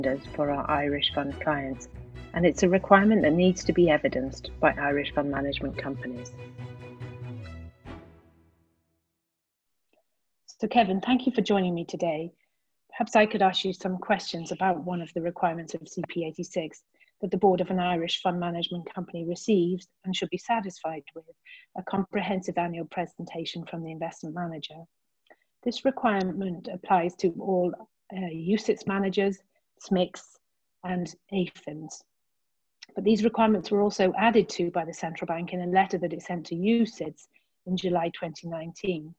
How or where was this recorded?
video call